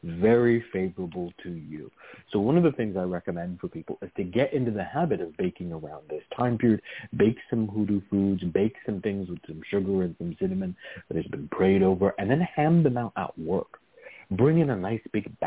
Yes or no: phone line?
yes